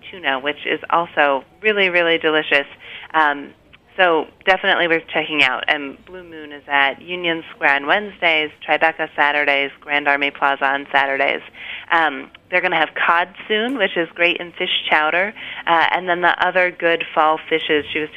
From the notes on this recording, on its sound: joined via the phone lines